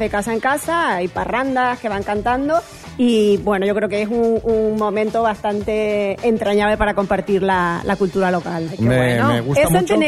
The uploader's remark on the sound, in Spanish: en directo desde el MUSEO GUGGHENHEIM BILBAO